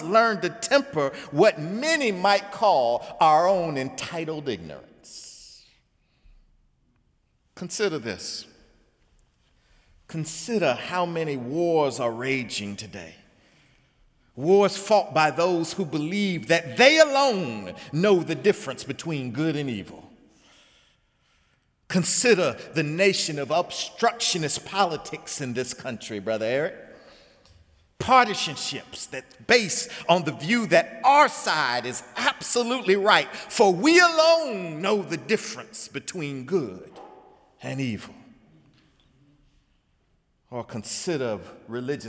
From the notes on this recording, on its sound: Sermon on The First Sunday in Lent. In the Memorial Church.